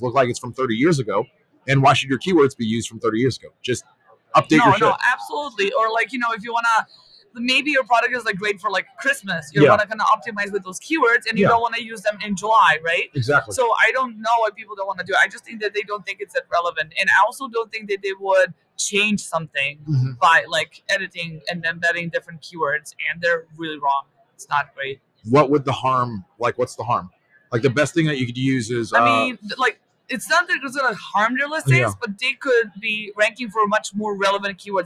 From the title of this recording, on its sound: Live at Prosper 2022